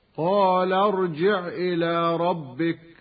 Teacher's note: فإذا وصل الفعل بما قبله سقطت همزة الوصل هكذا: قال ارجع إلى ربك.